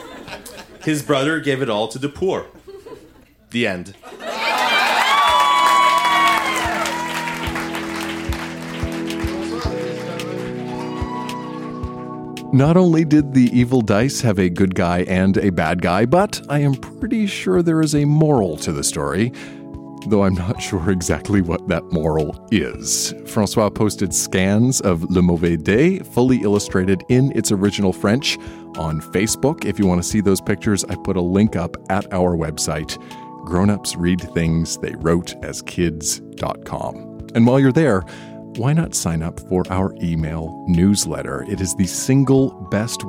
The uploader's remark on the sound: Recorded live at La Vitrola in Montreal, QC.